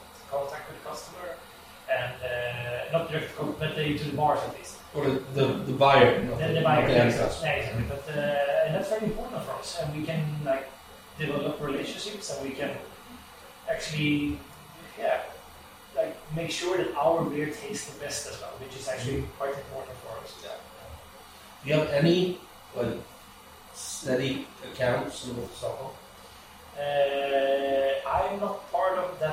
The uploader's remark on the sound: Sorry about the bad sound in this episode. The equipment failed us this time. We've tryied to claen up the sound as much as possible, but....